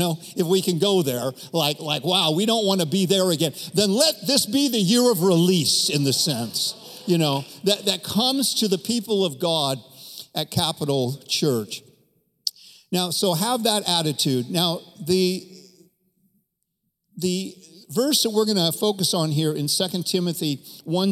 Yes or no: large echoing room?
yes